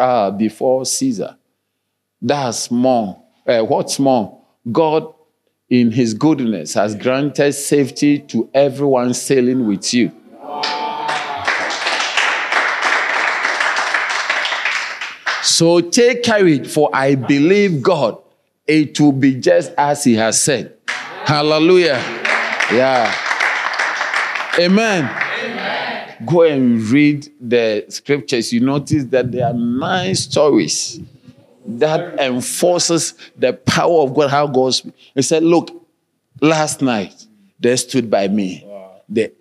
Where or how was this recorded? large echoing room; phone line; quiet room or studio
large echoing room